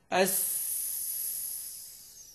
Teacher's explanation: هذه في رخاوة فبيمتد معك الصوت شوية، عشان يطول معاك لازم كل شوية كأنك بتنفخ منفاخ، كل شوية تضغط هواء عشان يطول معاك الصوت.